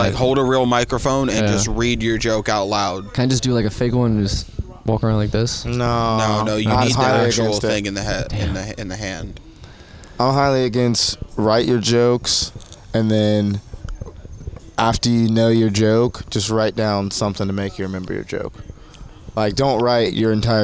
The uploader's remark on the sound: This podcast was recorded before the Shantytown Pub open mic